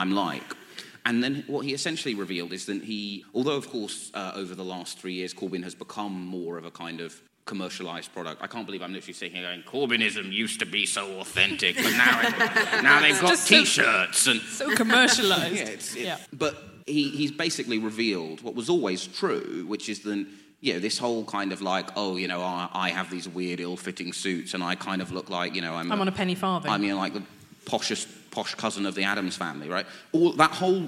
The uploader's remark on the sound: New Statesman Podcast Live. On the live podcast panel.